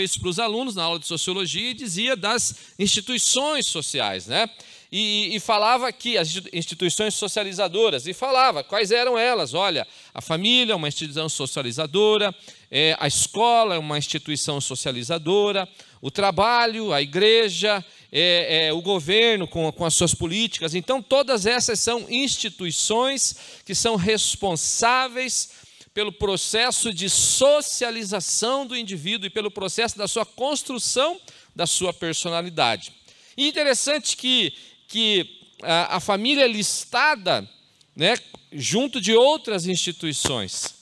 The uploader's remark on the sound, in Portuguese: em nosso Culto de Celebração onde estamos trabalhando como tema o Mês da Família, dia 06/09/2020 na Igreja ABA Curitiba (Transmitido ao vivo)